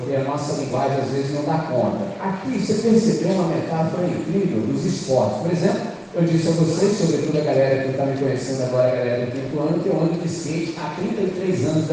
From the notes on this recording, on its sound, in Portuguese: Gravado em 17 de Novembro de 2023 na entrega de medalhas dis Jogos Estudantis com os estudantes do 5°, 6º, 7º, 8º, 9° e Ensino Médio do Colégio Batista Brasil, Unidade Volta Redonda, RJ.